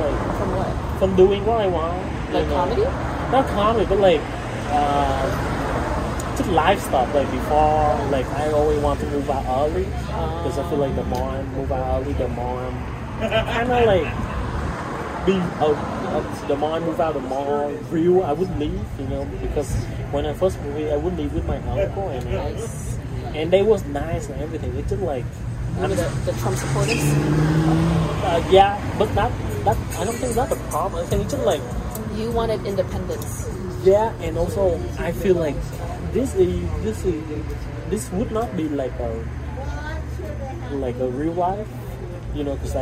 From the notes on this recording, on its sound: They chat outside a coffee house in Long Beach.